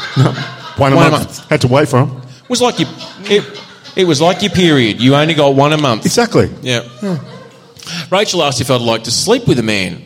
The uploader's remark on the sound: We're back for the second half of our 300th live show